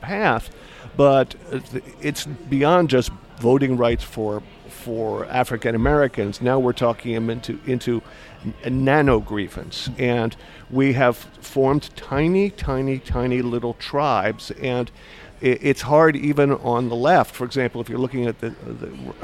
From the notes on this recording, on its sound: over breakfast at Busboys and Poets in Washington, D.